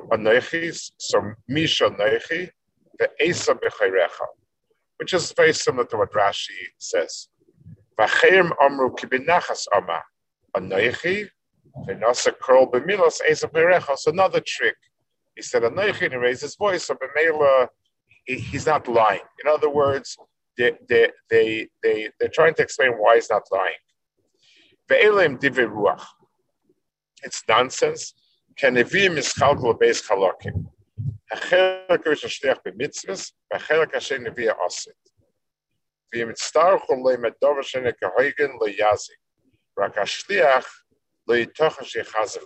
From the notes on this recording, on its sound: This shiur take place over Zoom on Motzei Shabbos.